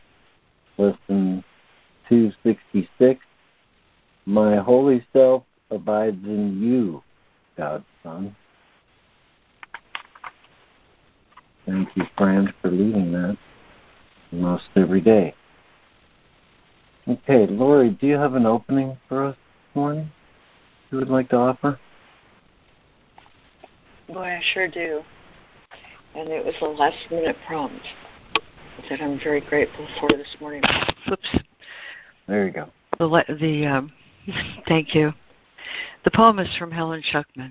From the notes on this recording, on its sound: ACIM Daily Conference Call.